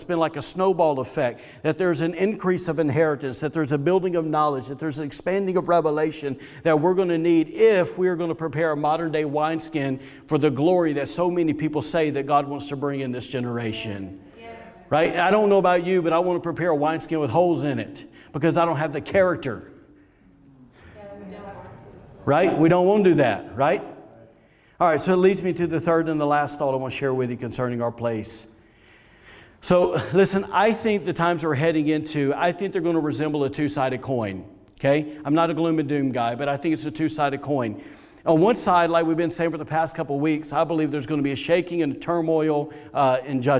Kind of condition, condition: setting, large echoing room